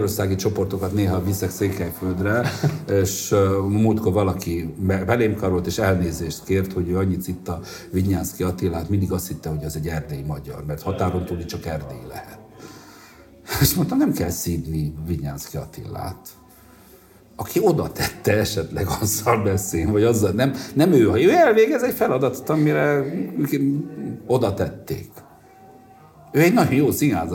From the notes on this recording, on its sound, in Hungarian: egy marosvásárhelyi kávézóban rögzített adásában